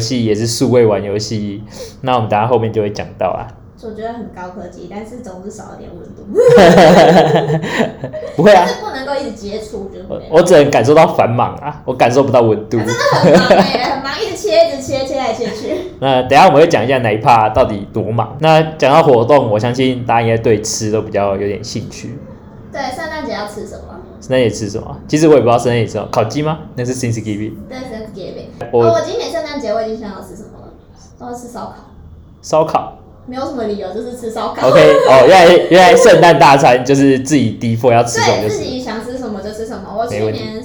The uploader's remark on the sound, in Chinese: 本集收音出點問題。會有點遠兒。